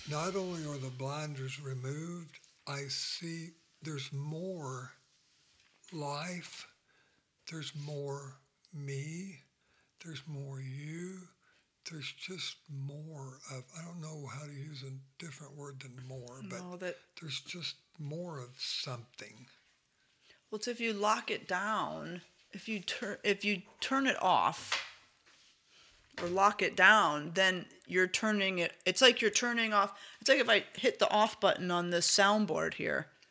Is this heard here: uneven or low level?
yes